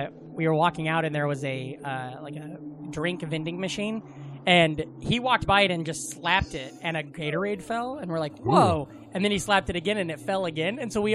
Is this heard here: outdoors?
yes